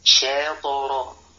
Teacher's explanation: بعض الناس يريد أن يحقق ترقيق الشين فإذا به يبالغ في نطق حركة الفتحة فيأتي بألف ويقول شاطرة.